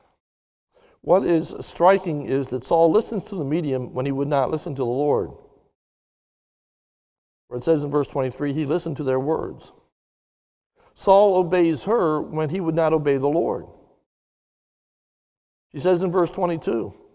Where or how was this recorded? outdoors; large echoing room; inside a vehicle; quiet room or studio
large echoing room